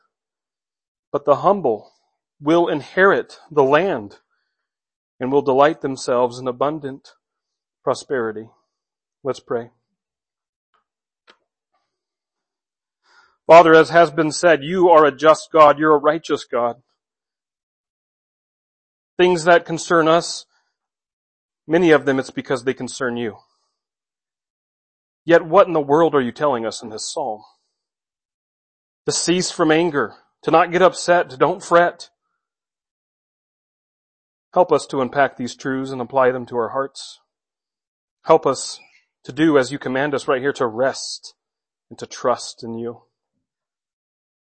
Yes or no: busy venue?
no